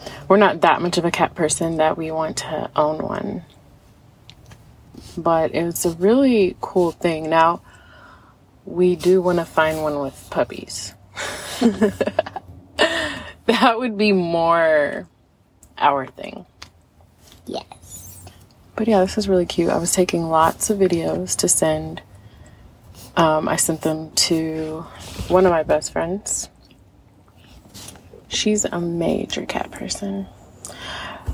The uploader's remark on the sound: Our conversation takes place in the car right after we left the little kitties.